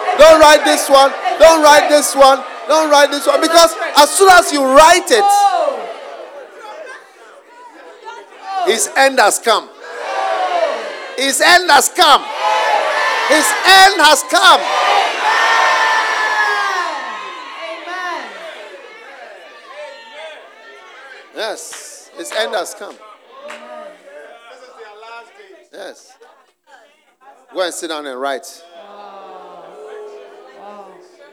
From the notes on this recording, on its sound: Preached at the Use It or Lose It Camp, USA.